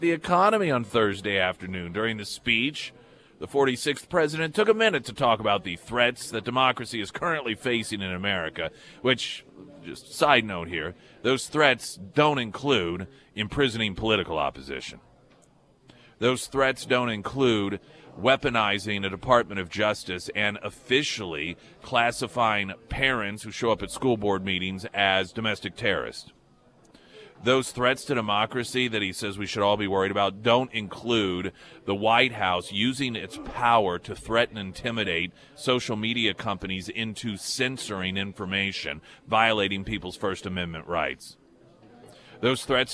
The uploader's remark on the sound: live at Scramblers Diner